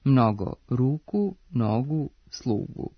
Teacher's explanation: Kako se slog ispred ovog nastavka u genitivu množine po pravilu ne duži, prema Stevanovićevoj gramatici i rečniku srpskog jezika Matice srpske, ove oblike trebalo bi izgovarati sa kratkouzlaznim akcentom